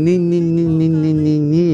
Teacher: Essa consoante nasal, alveolar, sonora.